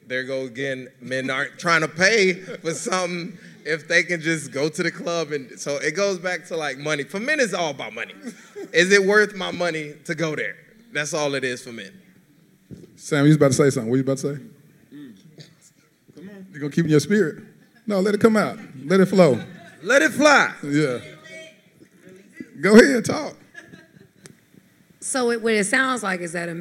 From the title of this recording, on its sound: Recorded at the Self Love Soirée